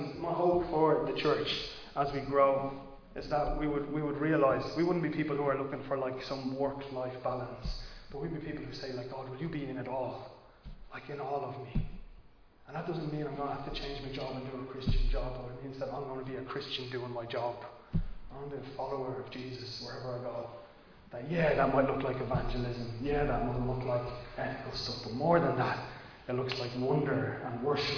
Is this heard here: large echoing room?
yes